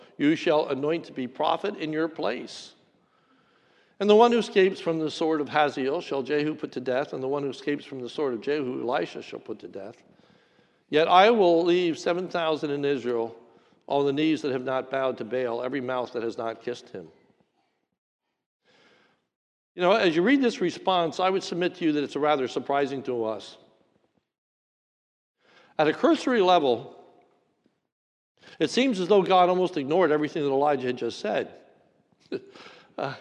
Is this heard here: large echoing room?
yes